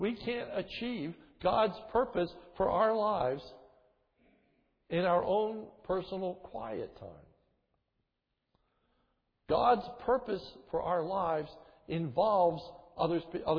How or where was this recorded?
large echoing room